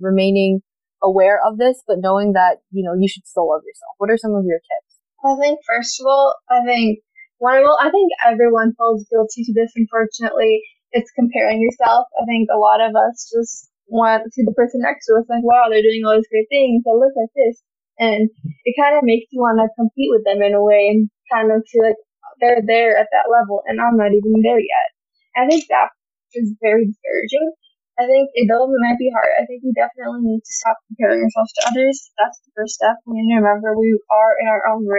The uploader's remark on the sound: Please forgive the subpar audio quality in this episode!